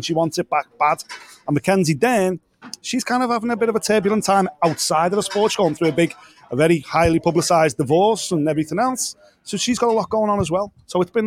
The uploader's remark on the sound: Listen back to the LIVE stream we did from the official weigh-ins for UFC 295 in New York.